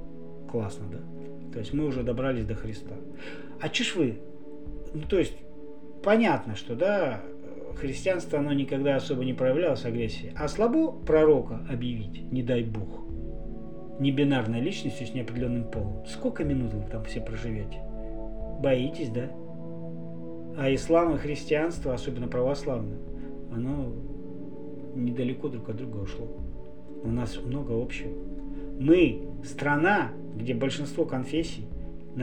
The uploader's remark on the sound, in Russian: Извините за мат вначале и качество записи в конце. Технических сбой.